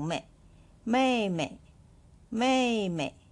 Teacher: ส่วนเมยตัวที่สองเป็นเสียงเบานะคะ